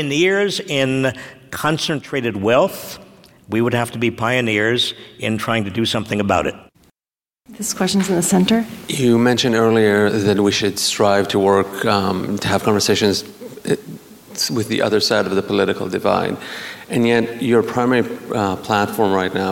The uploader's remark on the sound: Today we share with you our discussion before a live audience at the San Francisco Arts and Lectures series.